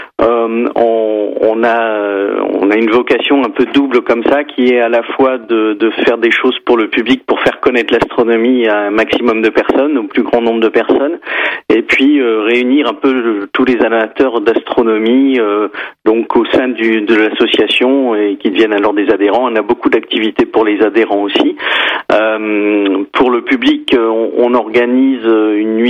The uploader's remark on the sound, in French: par téléphone